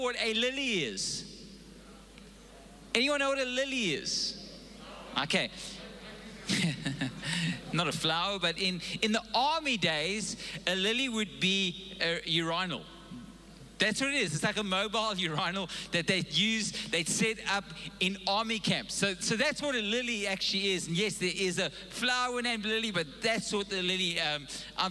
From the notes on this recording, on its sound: Recorded live on Sunday the 3rd April 2022